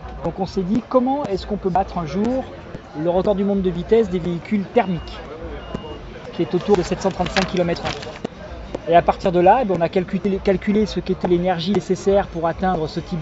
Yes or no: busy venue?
yes